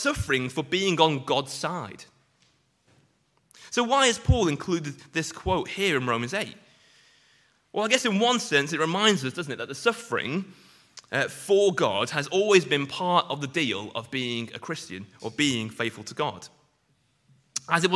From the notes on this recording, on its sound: Sunday morning sermon preached